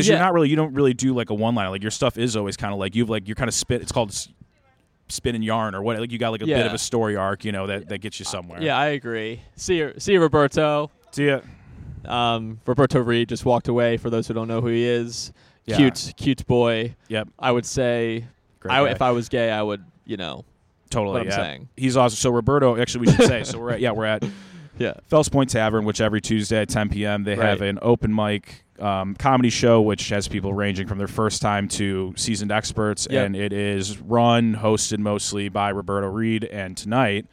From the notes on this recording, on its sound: Was recorded outside the comedy open mic at Fells Point Tavern.